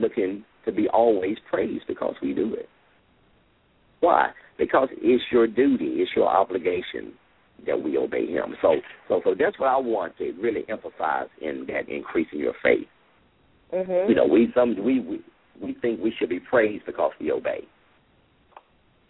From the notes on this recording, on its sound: LML uses a progressive live call in format.